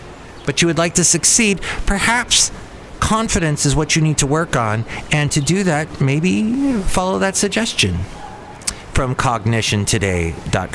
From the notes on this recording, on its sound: podcasts live from Cafe Anyway